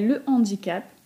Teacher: Mówimy le handicap, rodzajnik się nie skraca · Term: h aspiré